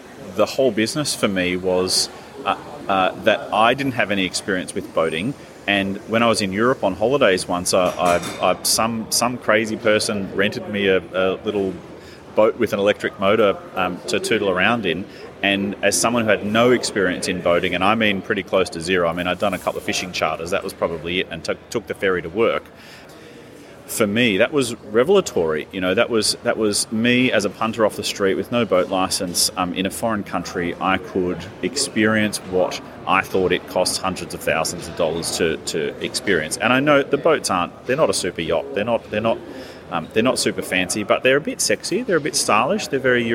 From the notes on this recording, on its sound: Recorded at the Sydney Boat Show.